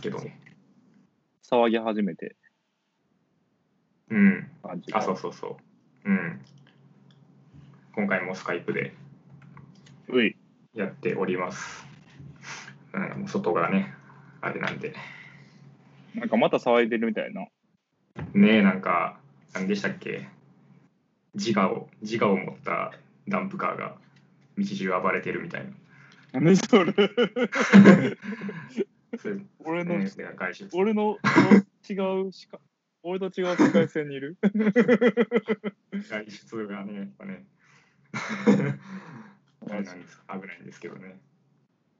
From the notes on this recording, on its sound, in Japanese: かわいい文鳥の鳴き声がはいっています。Skypeによる収録のため、音声の悪い箇所がありますがご容赦ください。